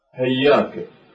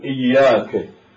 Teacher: هذه القبيلة التي تقلب الهمزة إلى هاء · Shown in: first take · Term: إبدال الهمزة إلى هاء